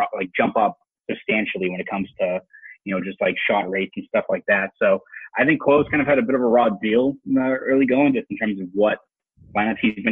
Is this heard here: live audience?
no